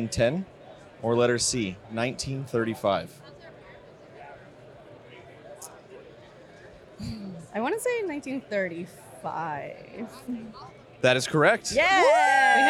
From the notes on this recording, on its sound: We're LIVE from the tradeshow floor at Craft Brewers Conference 2023 in Nashville! We’re doing rapid-fire trivia with brewers, vendors, and CBC-goers.